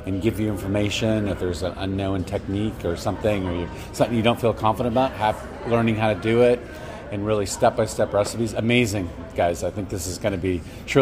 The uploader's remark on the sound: Was at the Project Voice conference in Chattanooga Tennessee. Project Voice Conference - Interviews #3.